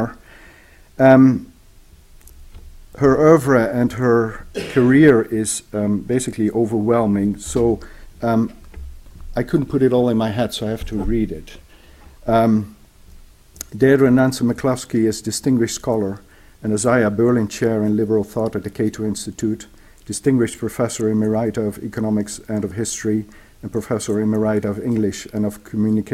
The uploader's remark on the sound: recorded at the University of Edinburgh